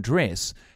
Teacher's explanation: The short E sound, as in dress, has moved towards the short I sound · Term: shifts in the short front vowels